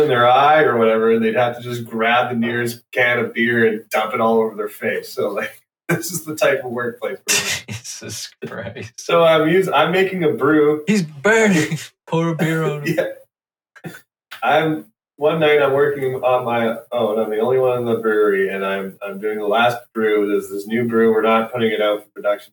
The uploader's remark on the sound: This episode is fraught with technical difficulties.